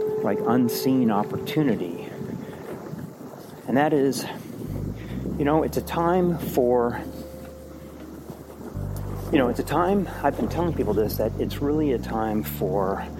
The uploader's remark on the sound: I was walking around a local park early one morning and started recording some notes into my phone as a way of documenting some ideas. Well, the first two recordings were just on my phone. Then, I switched to a professional mic... The recordings do get better over time.